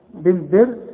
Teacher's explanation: بالبر الراء ترقق عند الوصل وعند الوقف، واخد بالك؟ لانها مكسورة وقبلها مكسور